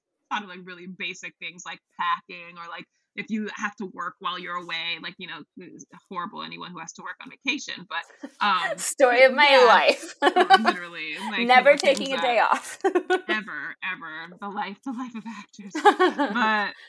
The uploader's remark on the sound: We had some audio and technical difficulties during this episode